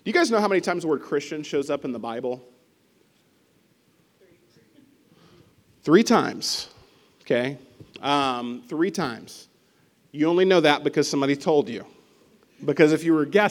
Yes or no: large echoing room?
yes